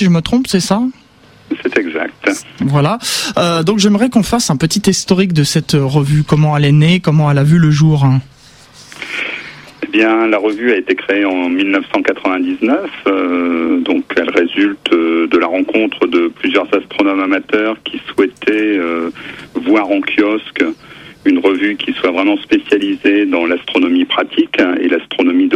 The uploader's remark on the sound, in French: par téléphone